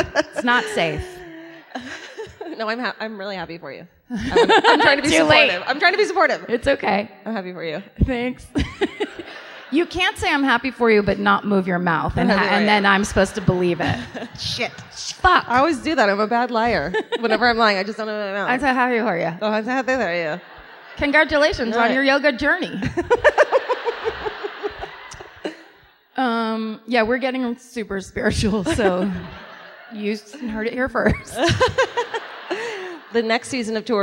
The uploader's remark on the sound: Live in Austin